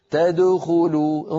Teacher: يضم شفتيه قبل أن يصل إلى الخاء